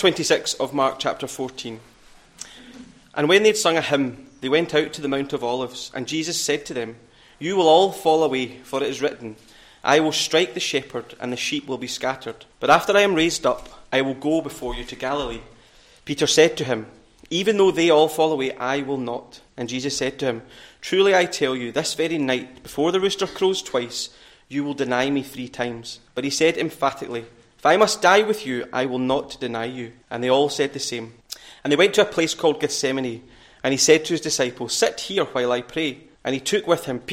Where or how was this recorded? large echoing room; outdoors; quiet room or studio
large echoing room